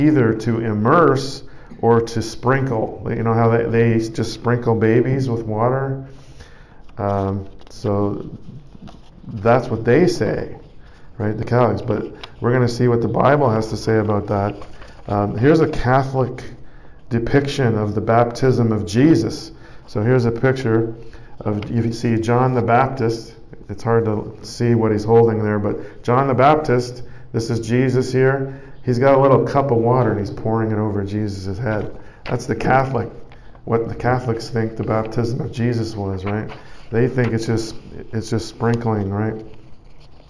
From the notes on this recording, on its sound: Preached at St Georges Manor, Toronto, Canada